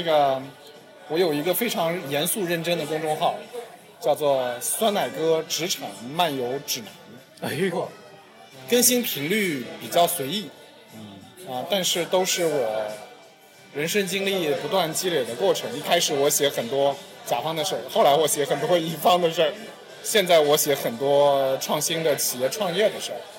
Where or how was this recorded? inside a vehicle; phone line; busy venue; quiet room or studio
busy venue